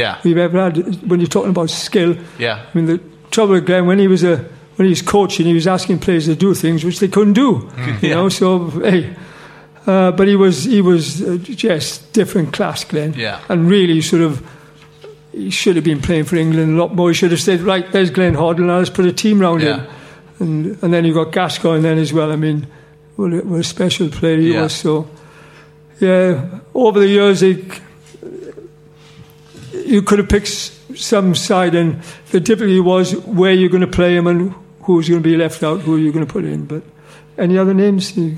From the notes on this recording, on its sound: On this weeks show we are live from The Albany, Great Portland St